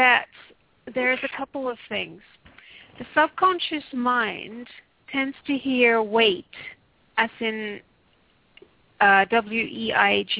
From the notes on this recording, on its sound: Takes your calls for healing live today!